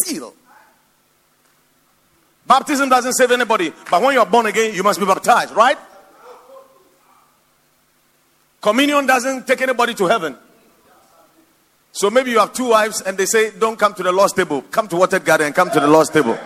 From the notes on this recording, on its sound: Preached at the Watered Garden Church